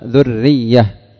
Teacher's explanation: كذلك بالعكس، لو كان ذرية، ذو هذه مضمومة بعدها راء ساكنة، والراء المشددة مكسورة، الراء الأولى ساكنة بعد ضم والثانية مكسورة، فالراء هنا مرققة باعتبار أن الحرف المتحرك مكسور